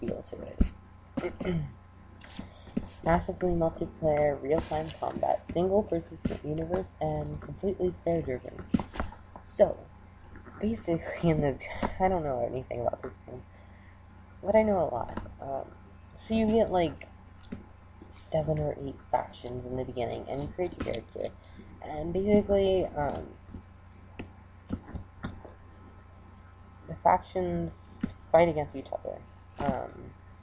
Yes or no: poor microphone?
yes